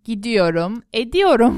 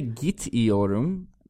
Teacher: That T changes to the voiced D. · Shown in: first take